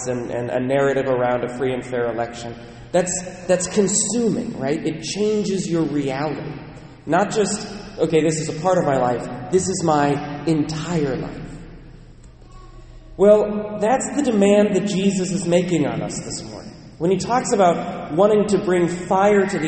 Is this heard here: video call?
no